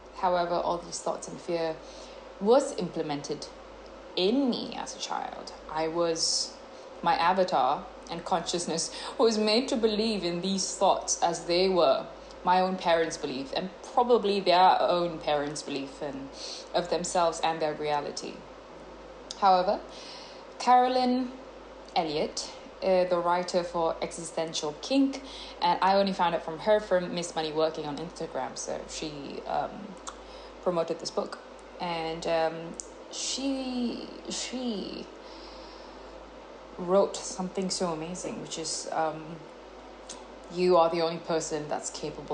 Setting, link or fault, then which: fault, sounds in the background